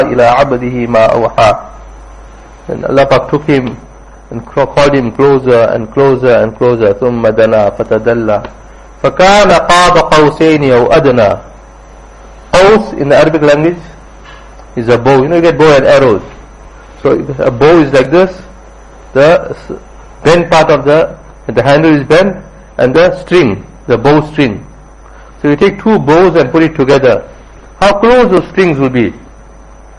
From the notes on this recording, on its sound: Jumuah lecture at Rockford Musalla